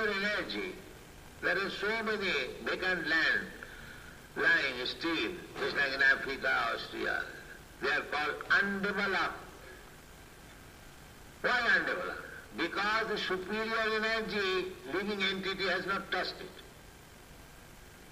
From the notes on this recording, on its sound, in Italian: In diretta dal Tempio di Villa Vrindavana.